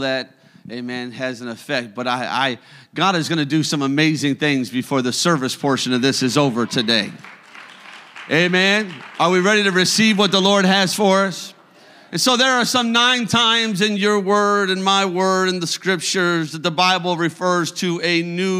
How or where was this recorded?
large echoing room